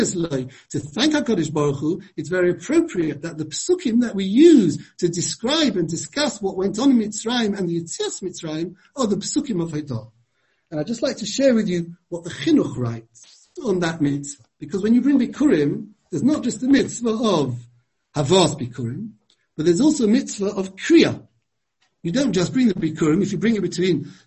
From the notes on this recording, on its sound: Given over Zoom.